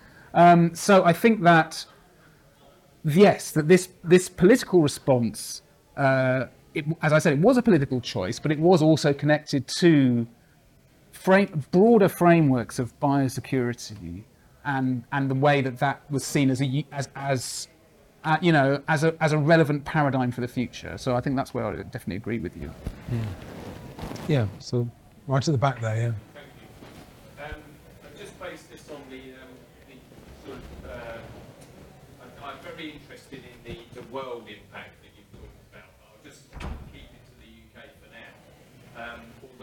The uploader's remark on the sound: In front of an audience of SDP members in London.